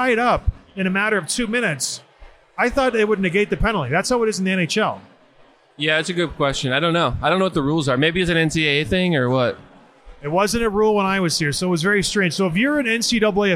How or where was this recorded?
busy venue